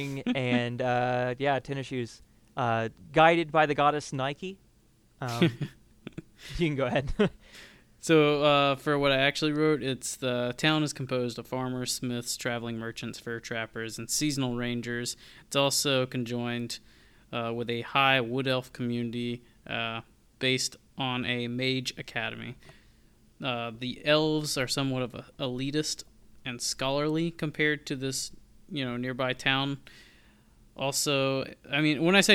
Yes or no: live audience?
no